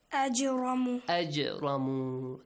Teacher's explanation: The echoing sound on G. Weak قَلْقَلَ.